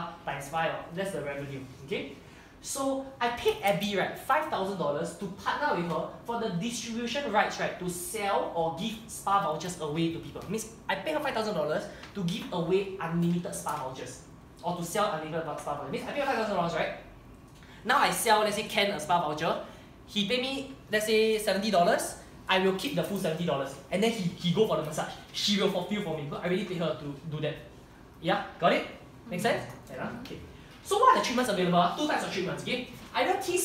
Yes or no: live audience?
yes